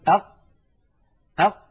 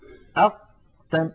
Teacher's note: أق ينقفل مخرجها انقفالا تاما، فهي حرف مجهور ليست من حروف الهمس، وهي حرف شديد لأنها من حروف أجد قطن بكت أجد قطن.